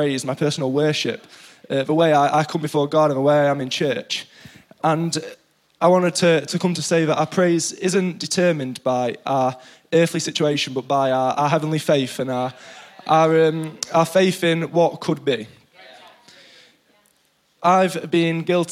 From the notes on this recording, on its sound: EP Launch Night. IKON Church. Recorded live at the Chesterfield Campus this is the message from the evening service.